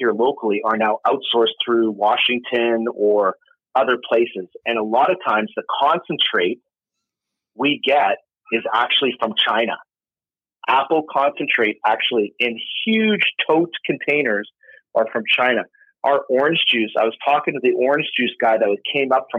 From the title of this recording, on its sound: Live Call In Show